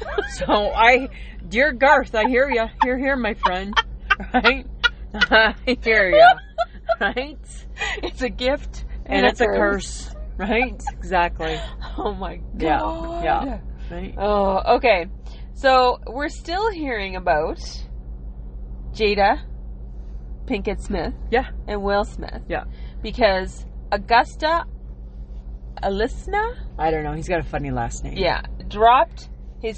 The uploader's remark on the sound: We are at the lake and had to go old school and recorded it directly to podbean.